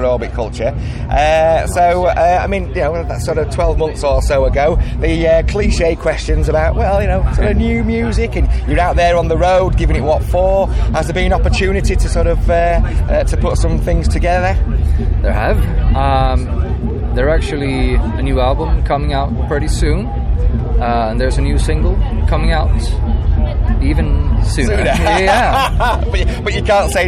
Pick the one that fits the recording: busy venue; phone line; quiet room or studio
busy venue